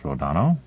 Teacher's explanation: Accent on the second syllable, broad A.